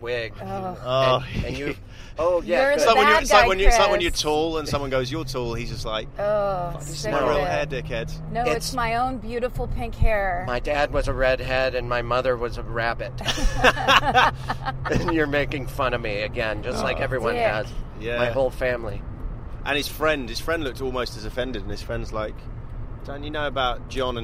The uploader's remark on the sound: Traverse the perils of driving in LA. No dodgy neighborhoods or potholes will stop our hilarious hosts from getting this British standup to LAX.